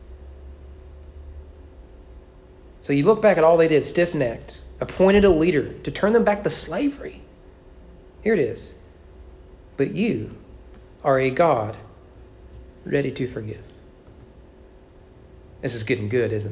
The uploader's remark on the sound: Sermon preached at East Frankfort Baptist Church on May 29, 2022 during evening worship.